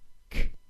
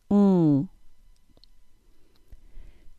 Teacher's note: If you have a flexible tongue, you can reach way back and feel the soft palate behind the hard palate. There are three sounds that occur when the back of the tongue presses into the mushy, soft palate: the G sound, K sound, and NG sound.